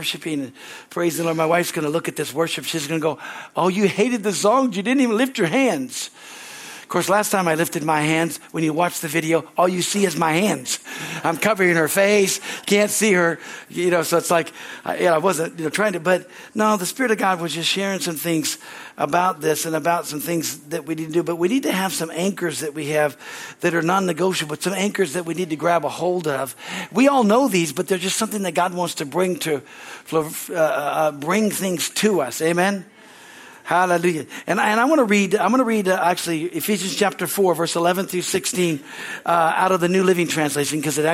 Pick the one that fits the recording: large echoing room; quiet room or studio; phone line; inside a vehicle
large echoing room